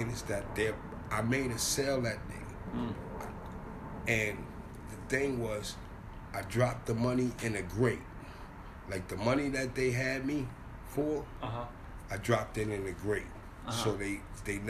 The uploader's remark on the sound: This is a recording that I took from a gentleman I met on Christmas Eve of 2018. Right outside the liquor store -We were both stumblin, lonely and just started chatting on the mean streets of Harlem.